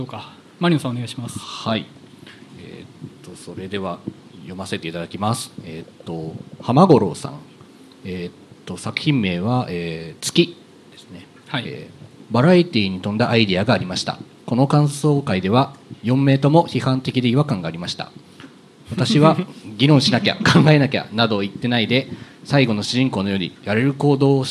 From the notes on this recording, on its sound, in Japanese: 公開収録in NakedLoft YOKOHAMA。ネイキッドロフト横浜で行われた公開収録。